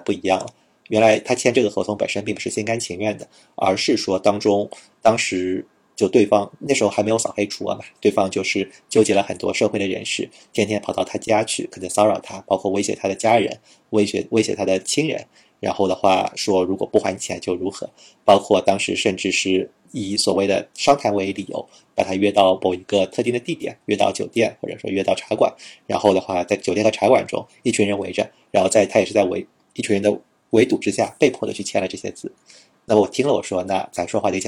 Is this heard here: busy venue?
no